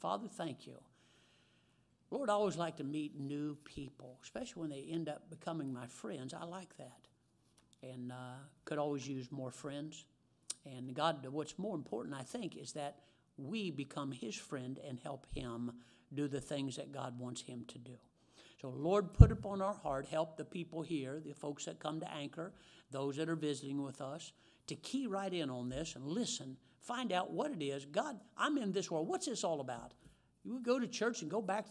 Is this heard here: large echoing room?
yes